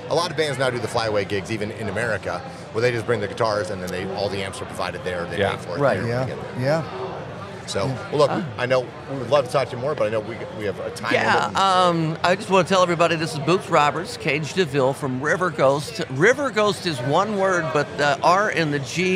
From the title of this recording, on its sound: interview from Rock N Pod Nashville 2023